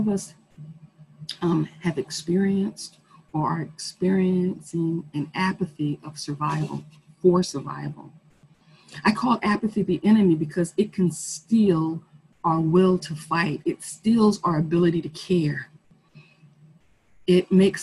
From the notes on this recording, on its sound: Our zoom streamed service